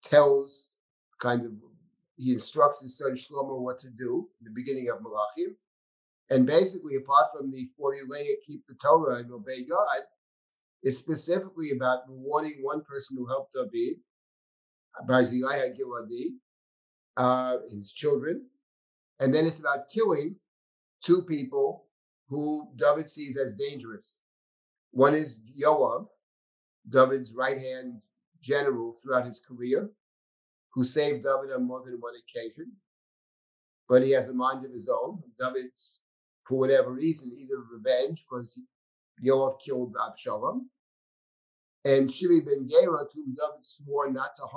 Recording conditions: video call